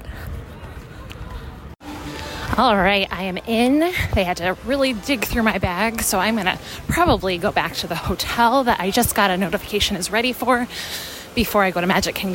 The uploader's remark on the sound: Live from Disney. Live from the parks.